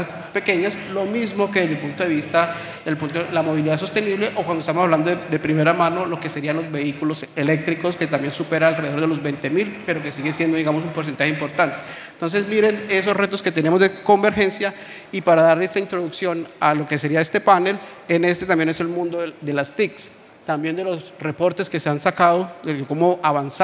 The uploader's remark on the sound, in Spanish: Este es un episodio grabado en vivo durante ANDICOM 2023 del panel.